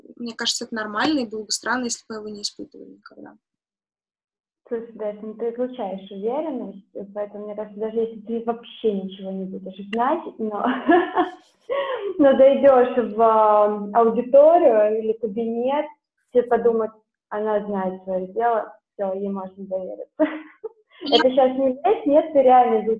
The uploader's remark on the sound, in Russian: У нас собралась интересная компания - как раз те самые двадцатилетние. У нас могут быть неполадки со звуком - но мы только учимся.